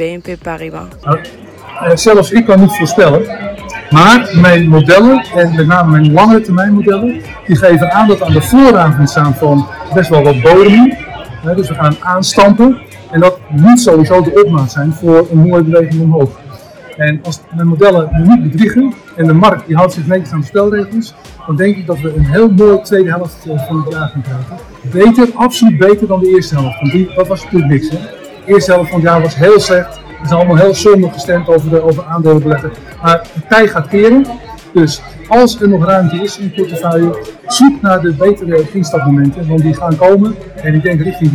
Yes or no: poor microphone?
yes